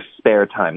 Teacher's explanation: Sparetime，破的音浊化成 b，spare time 没有变化